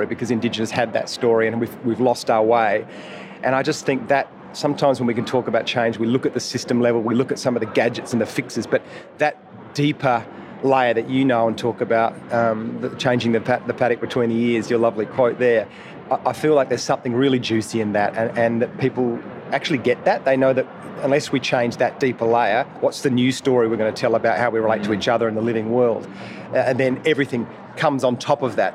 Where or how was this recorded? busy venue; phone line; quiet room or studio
busy venue